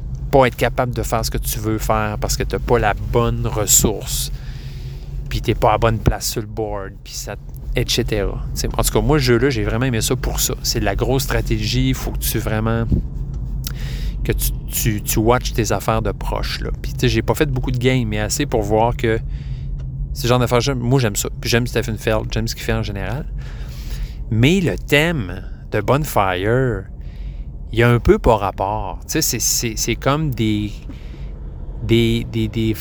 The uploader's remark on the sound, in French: L'épisode a été enregistré sur la 20 Ouest et la 73 nord en plein milieu du trafic. En pesant sur le gaz une fois de temps en temps.